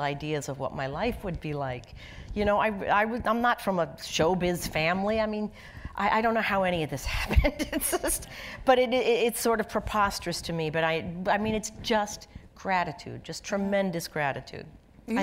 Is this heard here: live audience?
yes